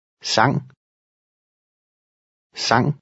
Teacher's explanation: The N-G sound is similar to English, but shorter.